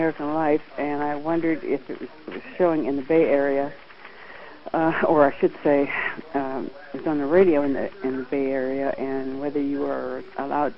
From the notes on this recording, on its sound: played phone calls